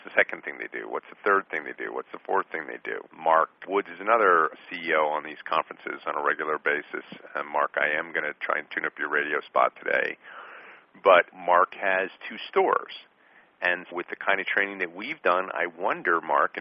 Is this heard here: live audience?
no